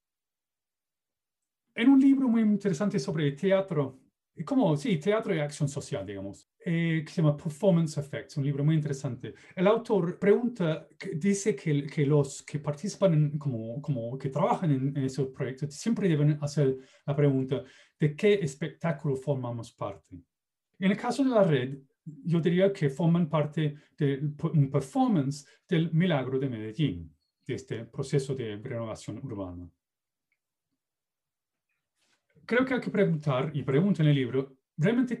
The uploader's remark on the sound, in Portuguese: Plataforma ZOOM